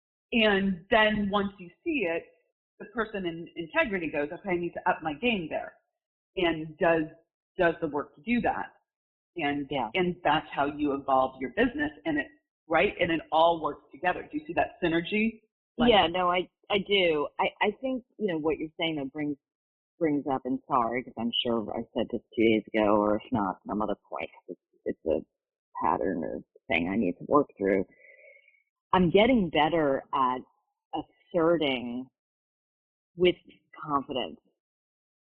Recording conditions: poor sound quality